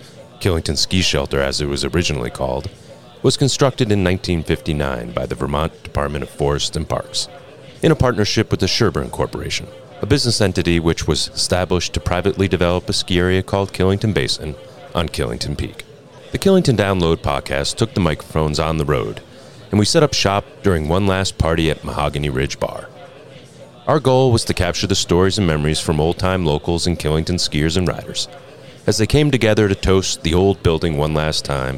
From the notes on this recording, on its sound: The Killington Download Podcast took the microphones on the road and set up shop during one last party at the Mahogany Ridge Bar.